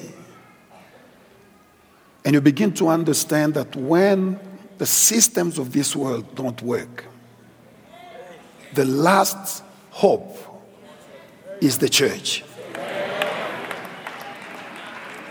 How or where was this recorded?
live audience